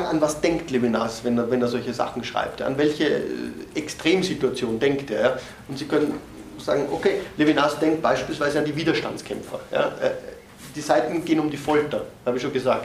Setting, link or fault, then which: setting, large echoing room